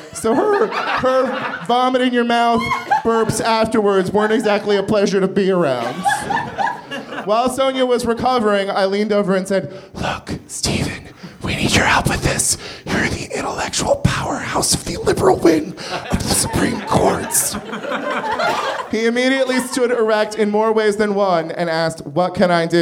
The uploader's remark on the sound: At the Nerdmelt Theater in Los Angeles.